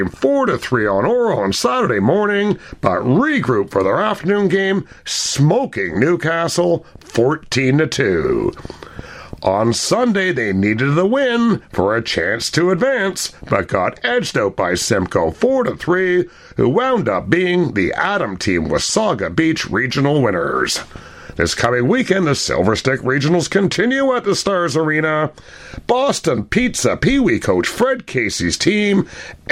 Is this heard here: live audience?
no